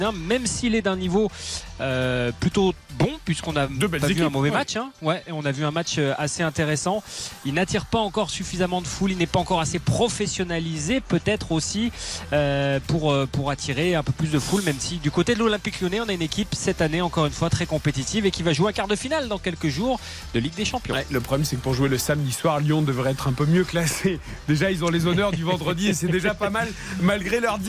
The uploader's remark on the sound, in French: Pour trois heures de direct. En direct du Groupama Stadium.